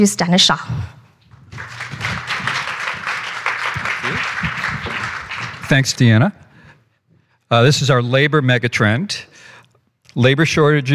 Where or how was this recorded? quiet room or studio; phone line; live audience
live audience